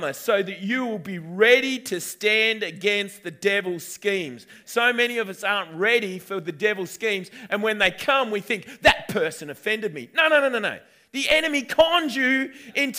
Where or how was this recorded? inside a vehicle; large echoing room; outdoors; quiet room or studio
large echoing room